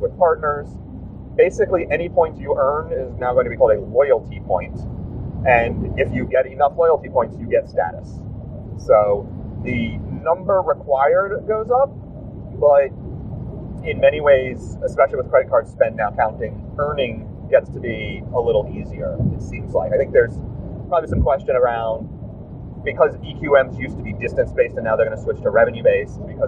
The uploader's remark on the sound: This week’s show was recorded on the drive back to the airport